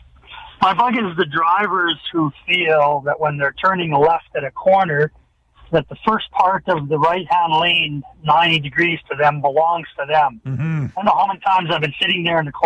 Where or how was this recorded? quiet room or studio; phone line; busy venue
phone line